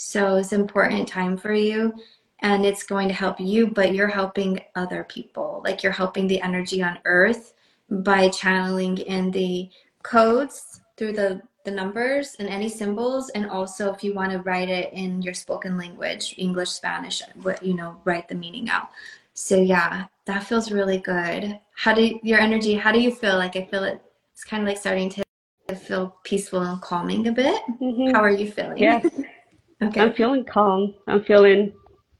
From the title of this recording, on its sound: Spirit School Instagram Live